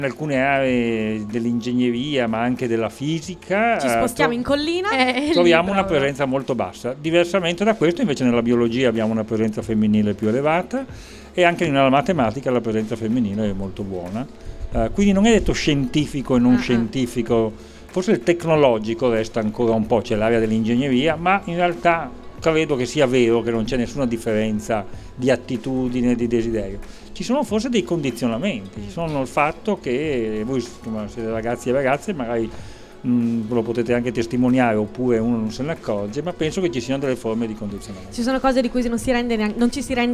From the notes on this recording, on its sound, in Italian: Estratto dalle dirette di Sanbaradio dal Festival dell'Economia di Trento